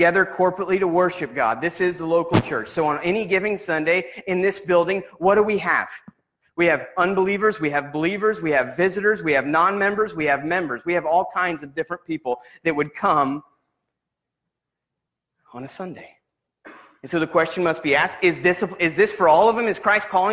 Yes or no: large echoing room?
yes